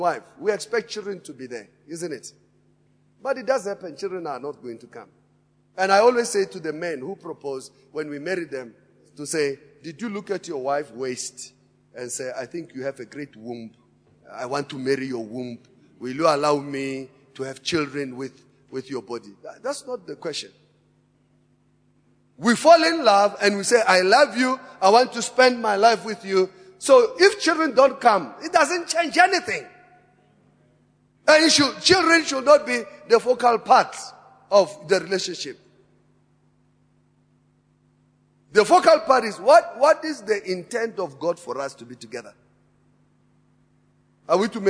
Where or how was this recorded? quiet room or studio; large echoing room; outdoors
large echoing room